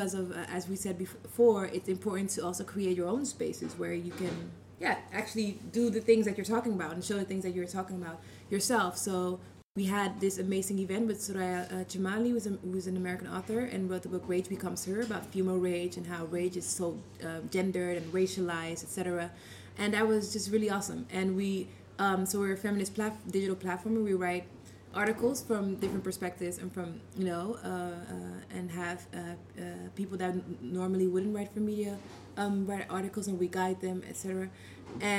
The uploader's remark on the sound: Live at Night of Arts and Sciences